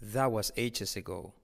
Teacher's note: La T de that final se omite.